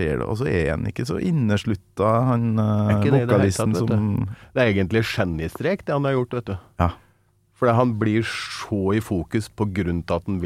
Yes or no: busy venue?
no